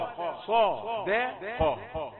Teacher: صاد مفخمة، والقاف كذلك، لكن الدال بينهما رقيقة